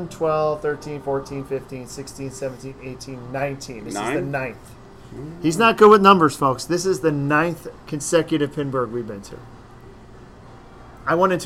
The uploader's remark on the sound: Live from the Silverball Saloon. Pinburgh 2019.